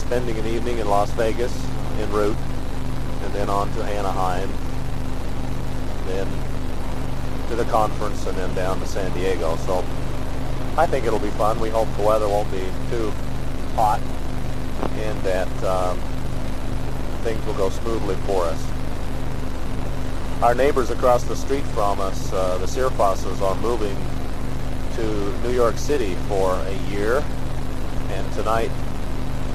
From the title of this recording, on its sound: Driving into work